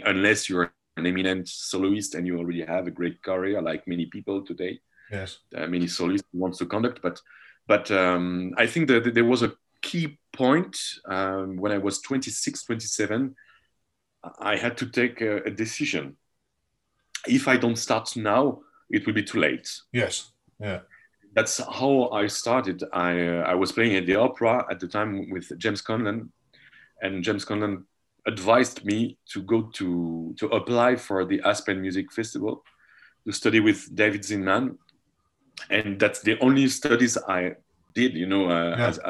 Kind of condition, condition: link, video call